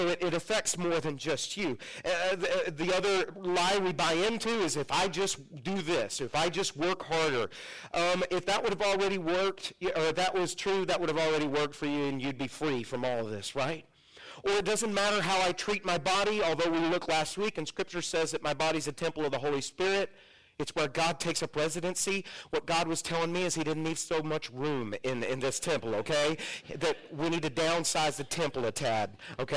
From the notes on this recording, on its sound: We apologize for the audio quality. We have been experiencing some technical difficulty with out recording system.